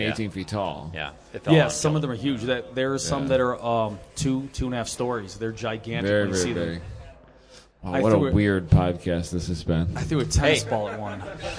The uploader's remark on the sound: LIVE from HondaMeet15 Party Barn.